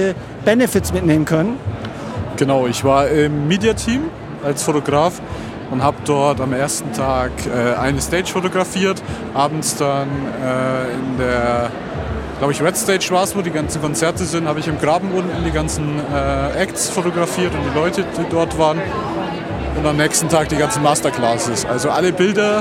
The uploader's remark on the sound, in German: Erster Besuch auf der OMR "Online Marketing Rockstars". In der heutigen Spezialfolge sind wir auf der OMR "Online Marketing Rockstars" und nehmen euch live vor Ort mit.